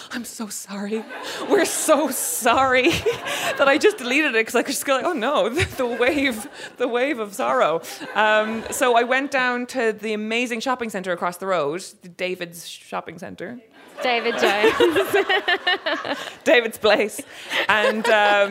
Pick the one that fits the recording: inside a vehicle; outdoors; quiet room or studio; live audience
live audience